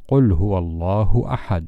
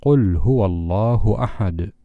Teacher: ينبغي أن تقلقل الدال أيضا · Shown in: second take